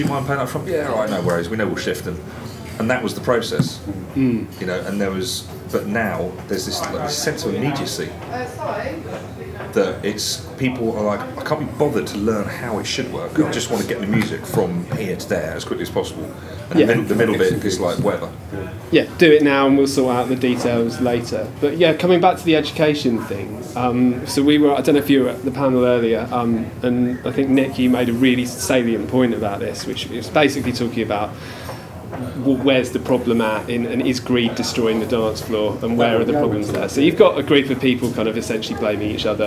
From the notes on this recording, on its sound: Station H - Live at Brighton Music Conference 2019. After finding a corner in a somewhat noisy ante-room off the main conference drag (with staff coming and going throughout).